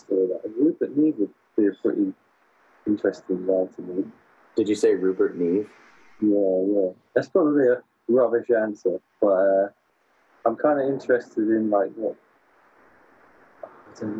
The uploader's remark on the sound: During this interview, we experienced a poor connection from California to the UK.